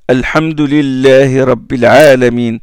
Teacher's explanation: son bout entre en contact avec les alvéoles et la région prépalatale, ça donne le lem